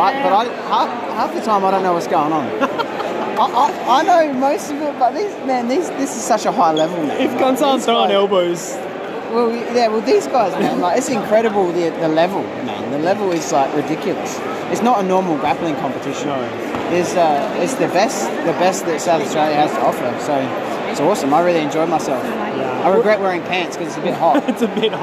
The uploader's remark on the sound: live from the event itself!